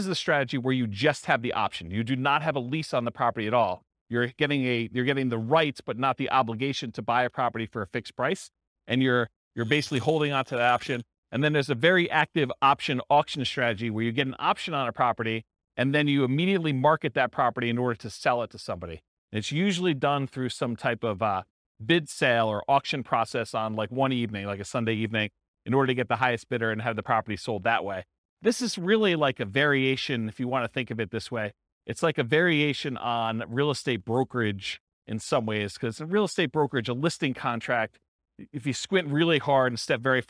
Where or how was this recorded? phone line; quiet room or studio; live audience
live audience